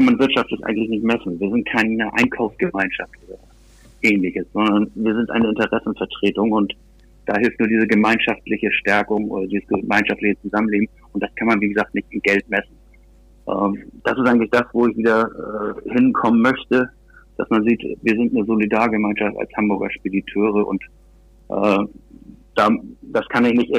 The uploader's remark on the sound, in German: auf Grund des Kontaktverbots am Telefon